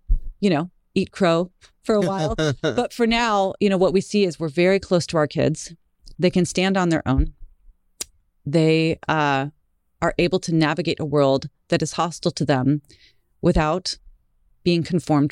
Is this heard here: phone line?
no